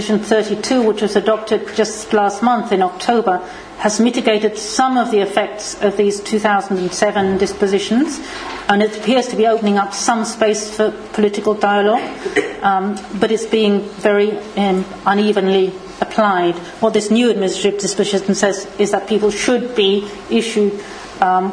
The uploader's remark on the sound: This podcast was recorded at the Refugee Studies Centre's seventh Wednesday Public Seminar of Michaelmas Term 2011